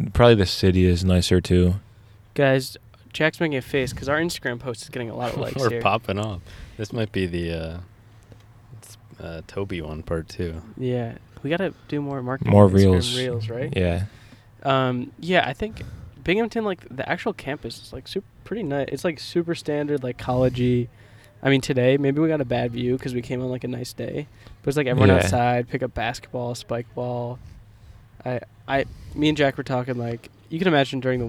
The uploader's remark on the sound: LIVE FROM ABODE/BINGHAMTON, NY. Record live from the Abode and road trip to Binghamton, New York.